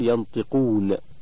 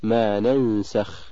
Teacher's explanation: هي تابعة لما بعدها تفخيما وترقيقا، فإن كان ما بعدها حرف استعلاء فخمت مثل ينطقون، وإن كان ما بعدها حرف استفال رققت مثل ما ننسخ · Term: الغنة